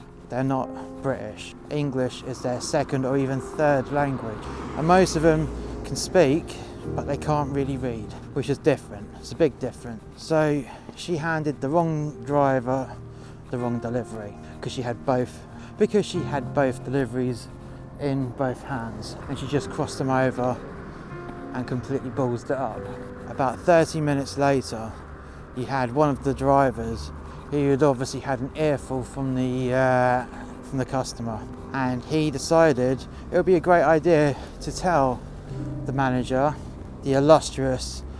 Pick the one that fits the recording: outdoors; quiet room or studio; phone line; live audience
outdoors